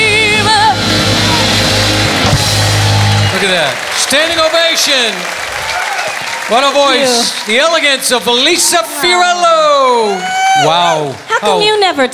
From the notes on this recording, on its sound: Live at the SouthPoint Casino